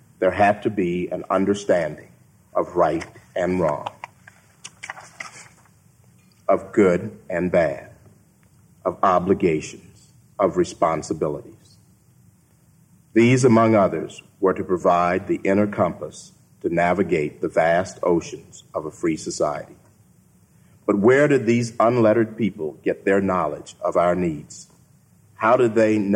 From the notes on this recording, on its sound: keynote address at the Acton Institute’s Fourth Anniversary Dinner.